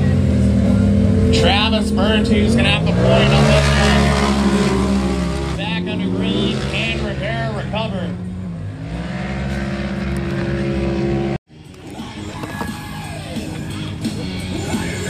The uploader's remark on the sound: LIVE from Estreet MX. He borrowed a microphone and hopped in the announcer booth.